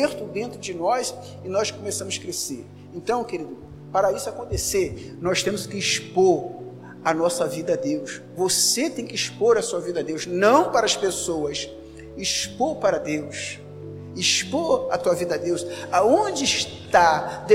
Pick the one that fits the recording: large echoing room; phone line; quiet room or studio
large echoing room